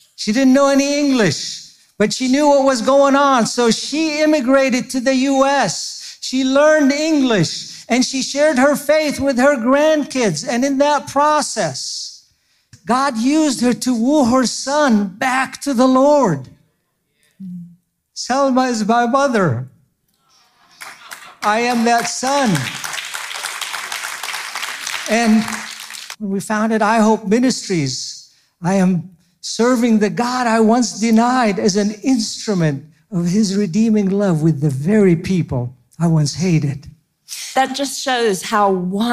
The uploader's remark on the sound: Don’t miss this excerpt from our recent Blue Cord Women's Conference.